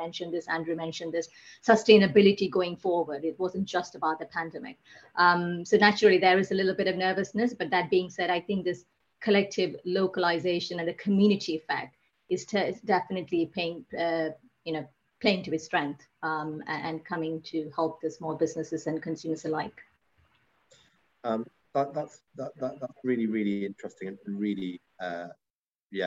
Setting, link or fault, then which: link, video call